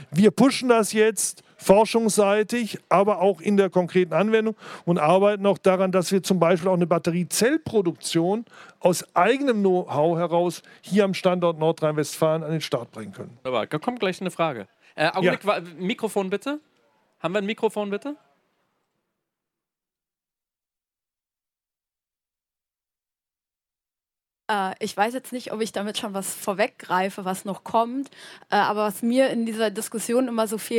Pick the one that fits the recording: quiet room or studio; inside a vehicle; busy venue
busy venue